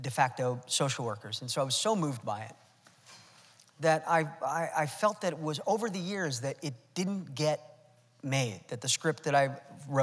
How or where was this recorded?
live audience